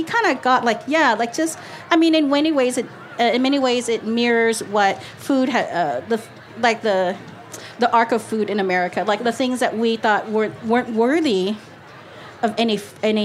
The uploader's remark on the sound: sits down with us at the Charleston Wine and Food Festival